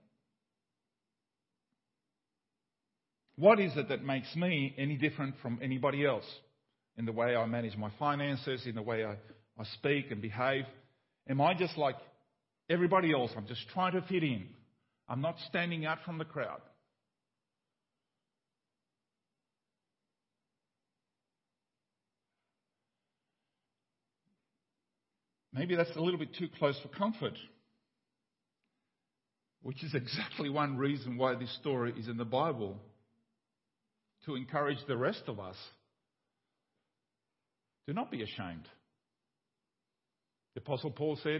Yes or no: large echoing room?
yes